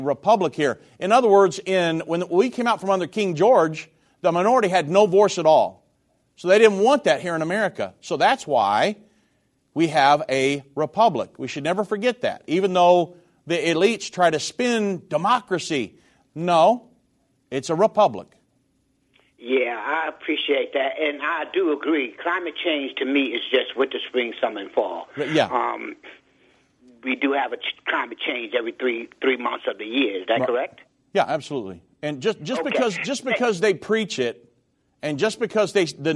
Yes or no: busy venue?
no